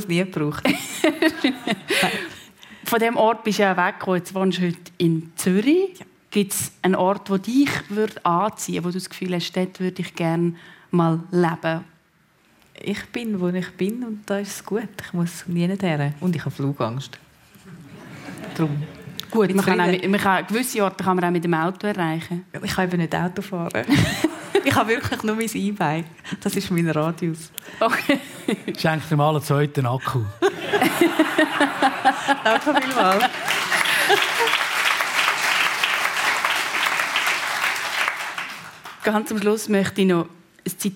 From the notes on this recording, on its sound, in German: Die Gesprächssendung «Persönlich» von Radio SRF 1. Live aus der Livestage des Radiostudios Zürich.